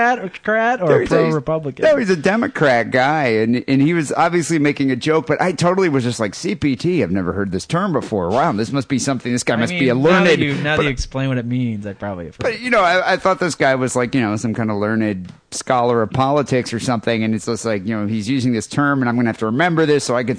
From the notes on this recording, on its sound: Phone calls.